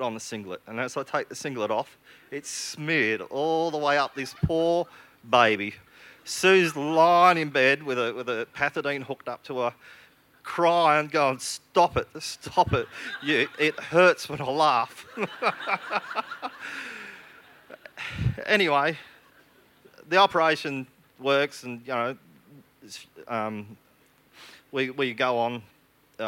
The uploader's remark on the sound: SPUN: True Stories Told in the Territory is a live storytelling event that showcases some of the extraordinary people and stories that make up the Northern Territory. Story was told at our event at the 2017 Darwin Festival.